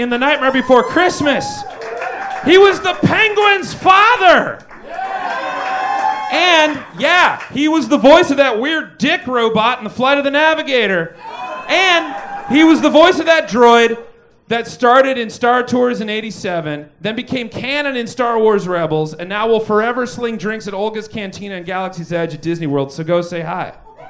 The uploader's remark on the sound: Recorded LIVE at Chicago’s Historic Green Mill Lounge.